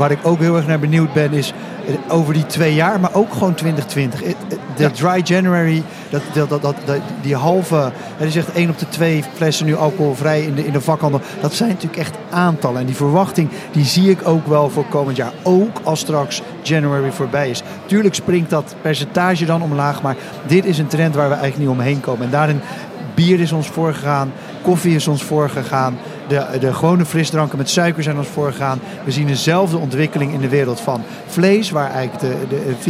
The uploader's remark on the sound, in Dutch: Vandaag live vanaf de Horecava